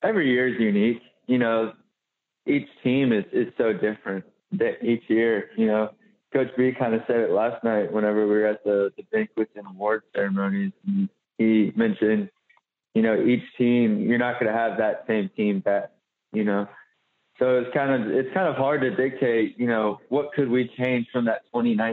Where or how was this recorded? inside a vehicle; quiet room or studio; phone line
phone line